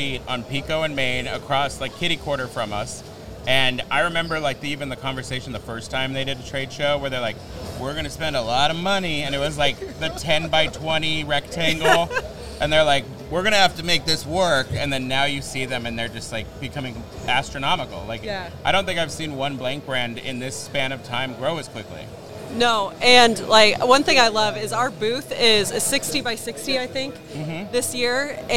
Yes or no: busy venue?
yes